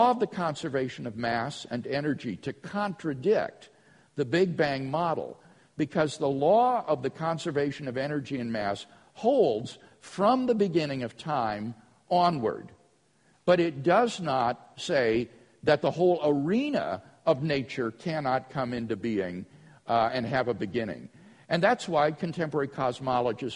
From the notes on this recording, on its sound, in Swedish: Inspelad på Apologias konferens "Till trons försvar" i Betlehemskyrkan, Stockholm 2012-04-21 på förmiddagen.